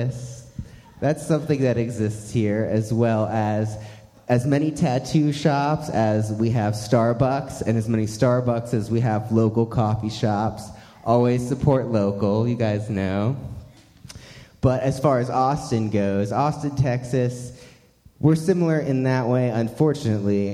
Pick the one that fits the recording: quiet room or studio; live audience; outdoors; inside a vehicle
live audience